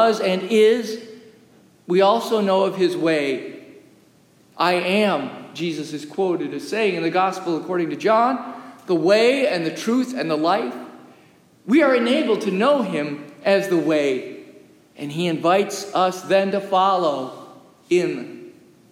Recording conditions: large echoing room